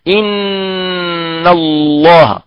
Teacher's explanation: إذن يعني أعيد، إذن النون لها مخرجان، لأن حرف النون يتكون من جزئين، الأول يخرج من طرف اللسان مع ما يحاذيه من اللثة، الجزء الثاني يخرج من الخيشوم